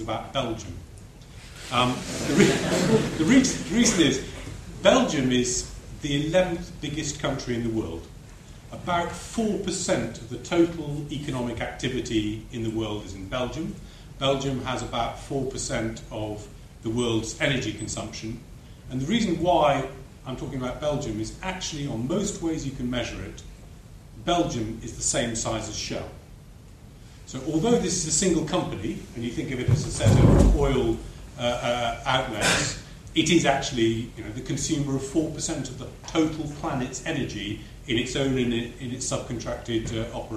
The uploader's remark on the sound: This recording was made live during the panel discussion at the Young Researchers in Mathematics 2009 Conference at the University of Cambridge.